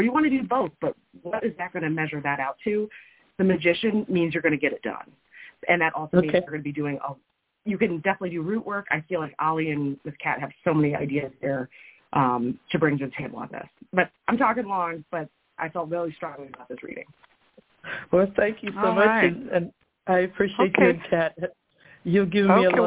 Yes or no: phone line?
yes